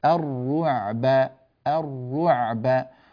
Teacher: حرف العين كذلك لابد من العودة بالشفتين إلى الخلف ليصدر صوت العين مريحا صحيحا، وحرف العين من الحروف التي يتوسط زمنها بين الطول والقصر، لا هو قصير منكتم ولا هو طويل ممتد، فالقصر هذا نسميه الشدة، والطول هذا نسميه والامتداد هذا نسميه الرخاوة، هو بين الشدة والرخاوة، بين الطول بين القصر والامتداد، صوته يمتد امتدادا جزئيا.